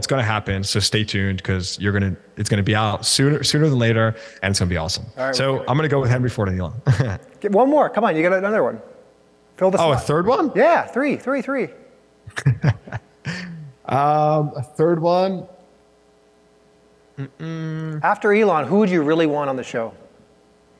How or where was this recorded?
live audience